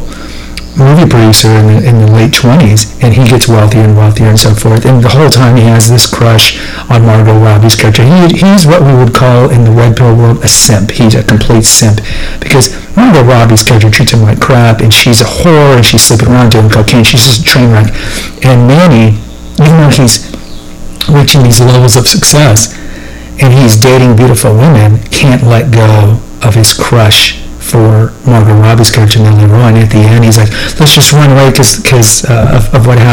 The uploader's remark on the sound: The audio is suboptimal, my apologies.